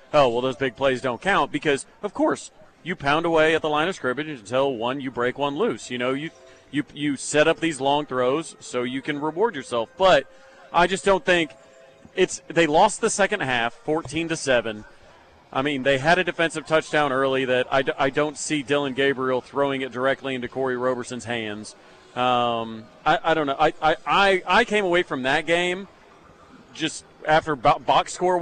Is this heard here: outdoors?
yes